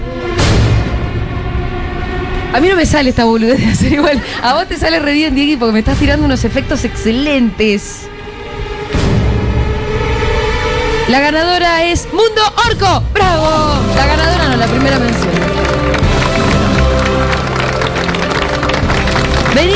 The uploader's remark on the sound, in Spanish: en vivo desde Yunta Bar